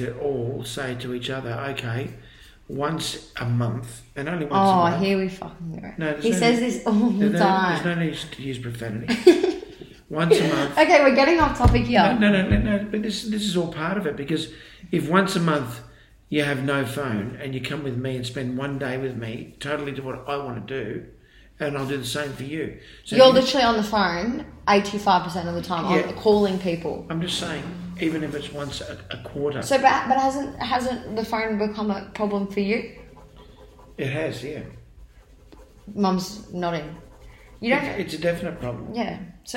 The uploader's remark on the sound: it is quite low quality due to using different mic